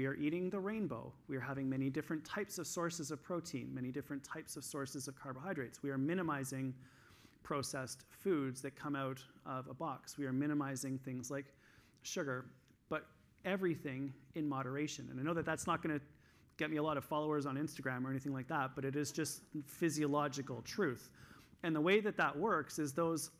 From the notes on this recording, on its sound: This week I'm sharing the third session that I did at the EPIC Conference in Toronto in December of 2022.